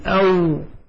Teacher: فالواو تخرج من الشفتين بانفتاح